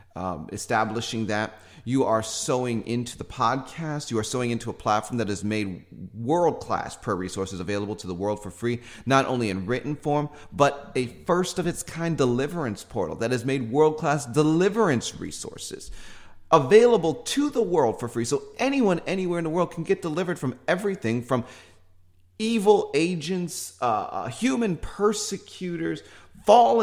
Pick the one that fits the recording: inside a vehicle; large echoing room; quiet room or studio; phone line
large echoing room